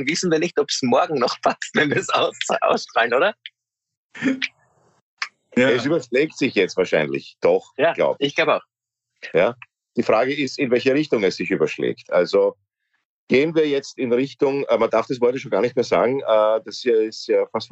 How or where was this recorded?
video call